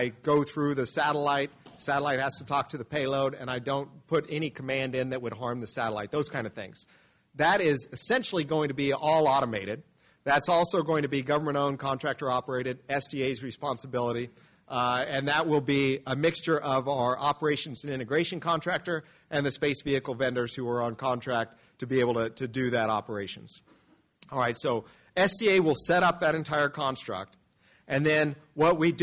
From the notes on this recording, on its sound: Spacepower Security Forum 2023 | Lunch Keynote. Army Navy Country Club, Arlington, VA.